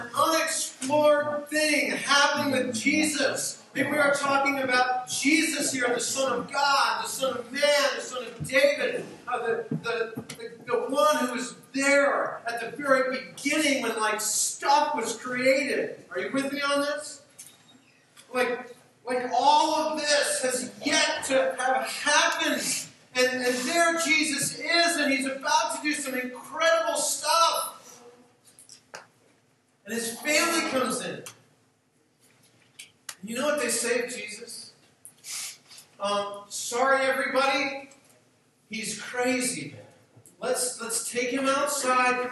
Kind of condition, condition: fault, poor sound quality